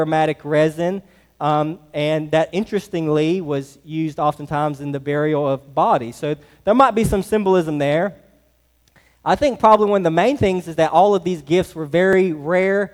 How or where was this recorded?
large echoing room